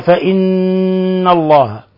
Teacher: نون مشددة فهي إذن حرف غنة مشدد تغن مقدار حركتين